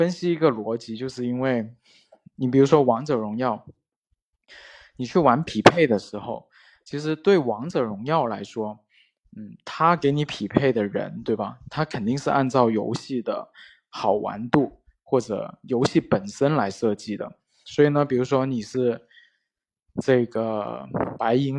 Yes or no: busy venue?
no